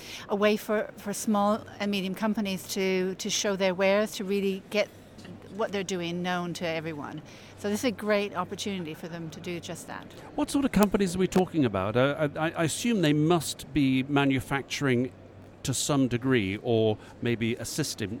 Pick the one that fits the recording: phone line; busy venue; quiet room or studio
busy venue